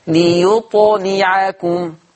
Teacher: قلقلة الطاء وكسر اللام